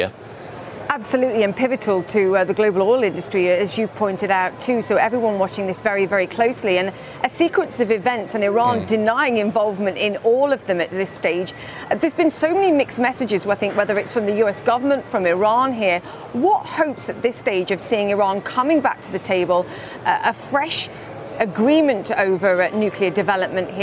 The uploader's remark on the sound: live from the New York Stock Exchange.